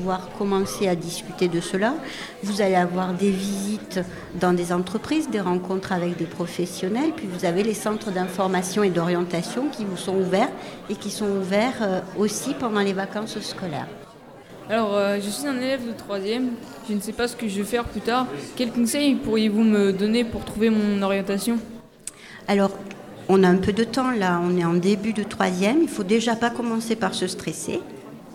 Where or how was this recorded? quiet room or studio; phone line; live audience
live audience